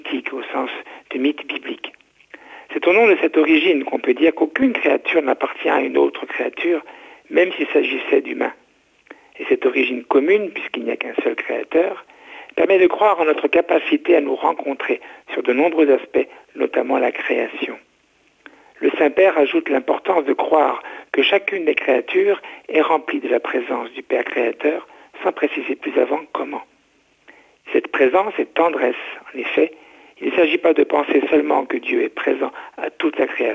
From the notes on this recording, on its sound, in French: invité par téléphone